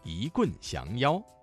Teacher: 一棍降妖的一字，一字在四声字前变成了二声 · Term: 语流音变